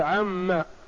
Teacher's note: قالوا لأن النون والميم حرف غنة، فأدغمت النون في الميم فصارت عم. ثم حذفت الألف تخفيفا أو للفرق بين الاستفهام والخبر.